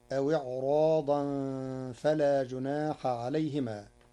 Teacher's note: قرأ ورش كلمة إعراضا بتفخيم الراء كحفص لوقوع حرف الاستعلاء بعدها، فتصير أو إعراضا فلا جناح عليهما، أن يصلحا بينهما صلحا.